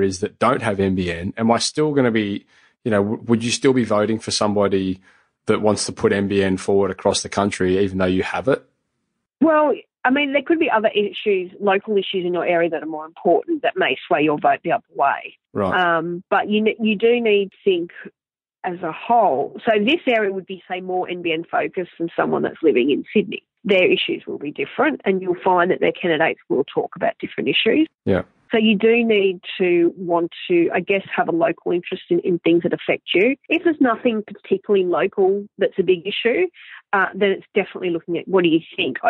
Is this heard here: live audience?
no